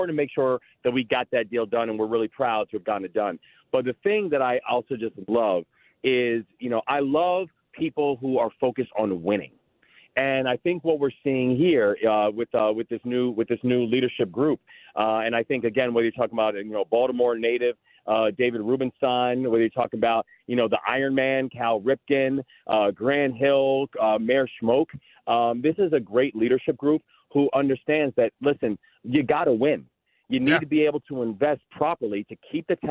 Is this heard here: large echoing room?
no